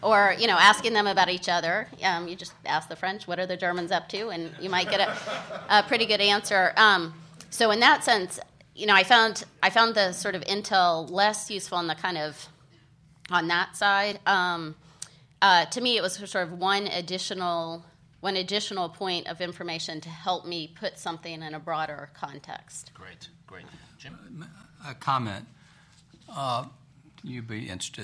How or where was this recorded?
live audience